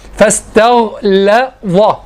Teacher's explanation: الغين تحمل صفة قوية التفخيم واللام مرققة ثم الظاء مفخمة